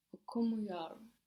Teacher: we're putting the accent just before the m, which here in this case is not the first syllable of the word necessarily.